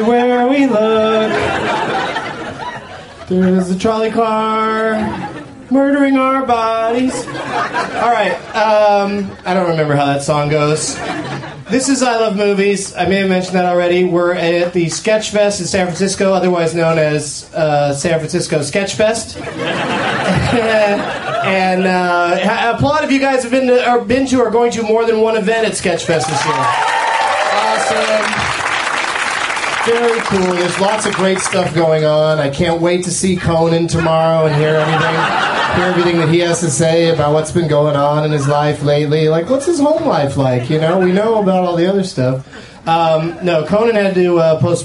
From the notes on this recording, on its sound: On this special SF Sketchfest edition of I Love Movies. Recorded live at The Punchline in San Francisco, January 16th, 2010.